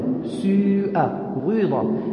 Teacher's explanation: بإمالة الكسرة إلى الواو · Term: إشمام